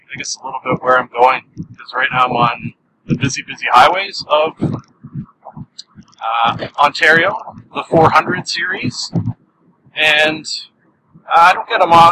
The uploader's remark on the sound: Toronto ComicCon 2013. Much apologies for the audio quality on this one! Not up to my usual standards.